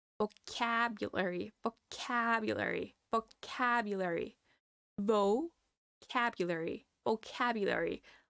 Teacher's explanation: The stress is in the ah sound, as in cat.